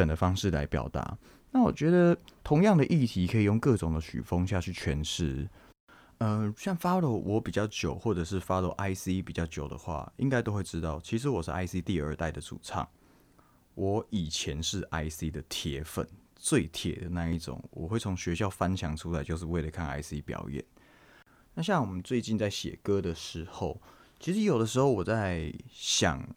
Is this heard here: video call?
no